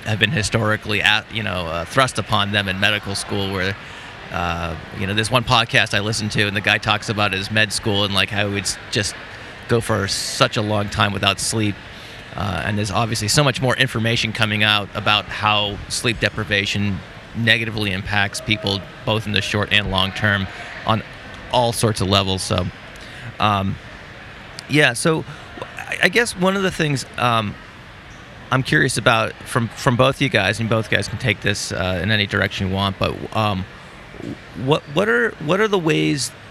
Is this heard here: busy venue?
yes